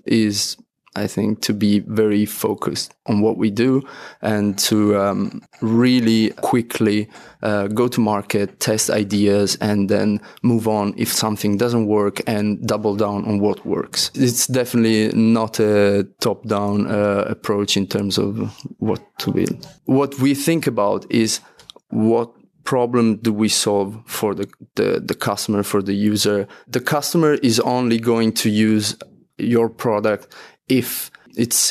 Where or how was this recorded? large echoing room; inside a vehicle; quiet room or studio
quiet room or studio